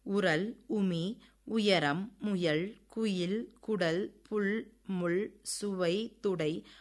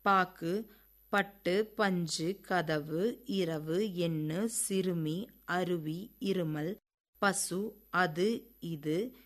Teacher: உகரம் இதழ் குவிந்த உகரமாக உச்சரிக்கப்படுகின்றது · Shown in: first take · இவ்வாறு சொல் முதலில் தனித்த அல்லது மெய்யுடன் வரும் உகரம் இதழ் குவிந்த மேல் பின் உயிராகவோ ஒலிக்கப்படுகின்றது. · Term: ஒற்றியல் உகரம்